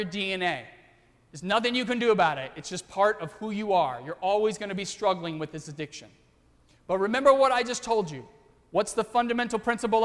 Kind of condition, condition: setting, large echoing room